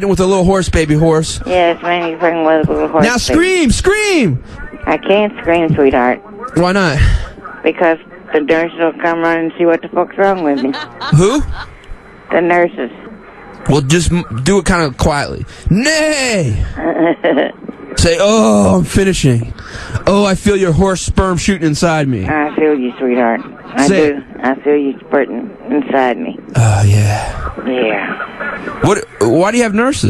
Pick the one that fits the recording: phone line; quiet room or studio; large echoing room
phone line